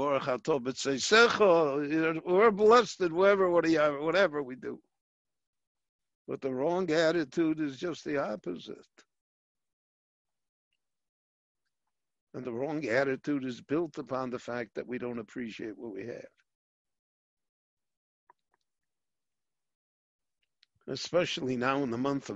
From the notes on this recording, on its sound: This lecture on Parshat Ki Tavo was given LIVE via Zoom in Jerusalem